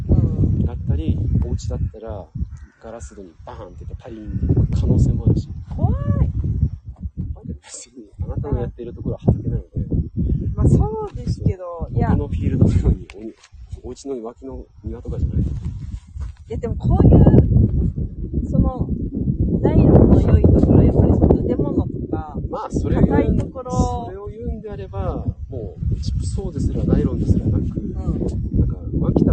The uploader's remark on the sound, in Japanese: 雑音多め。